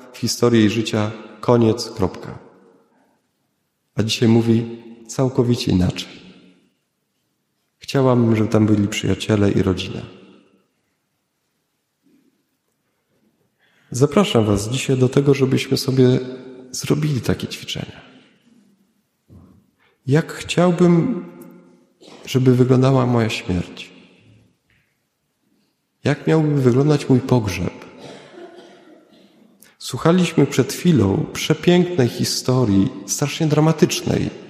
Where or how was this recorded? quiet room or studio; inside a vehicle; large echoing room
large echoing room